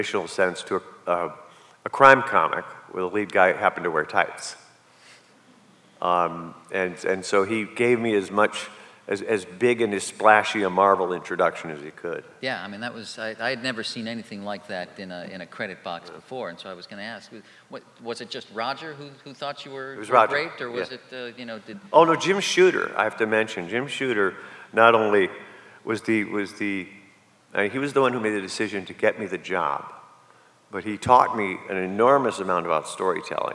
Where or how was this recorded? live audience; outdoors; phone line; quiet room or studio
live audience